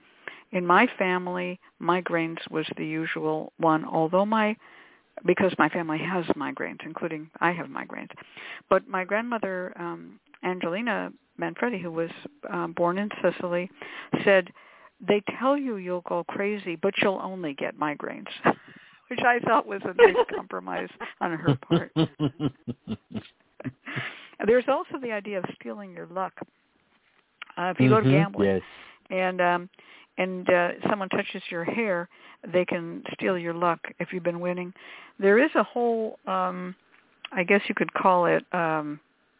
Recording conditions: phone line